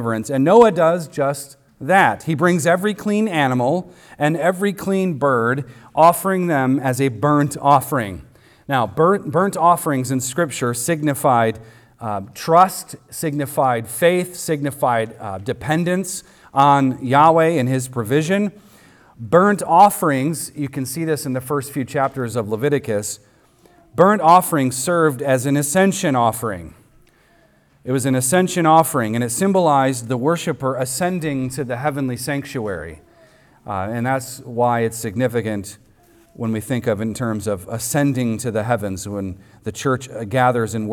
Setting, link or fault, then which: setting, large echoing room